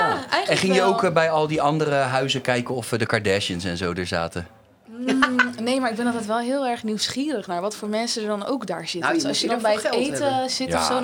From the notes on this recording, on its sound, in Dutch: Het is behoorlijk heet in de Kleinste Kroeg van Nederland die backstage staat bij De Vrienden van Amstel LIVE.